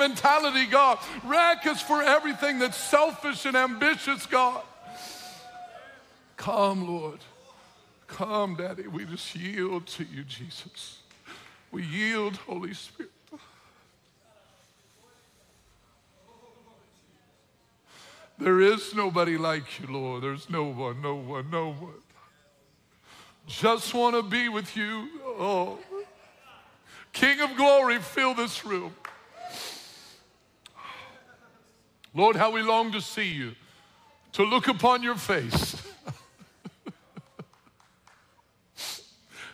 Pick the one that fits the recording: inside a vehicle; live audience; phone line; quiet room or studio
live audience